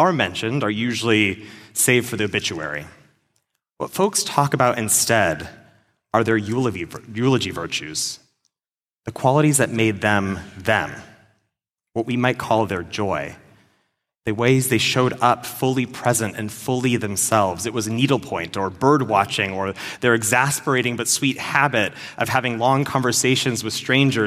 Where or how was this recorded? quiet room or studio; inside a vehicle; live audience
live audience